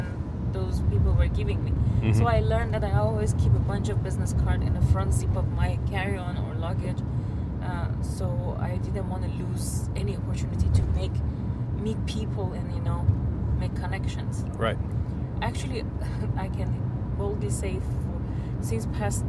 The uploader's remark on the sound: Recorded this on the car ride to the airport to retrieve the bags.